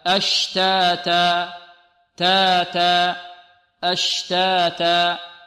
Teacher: نقف على الألف المقدار حركتين دون أن نزيدها على الحركتين ودون أن نختمها بهمزة · Term: المد الطبيعي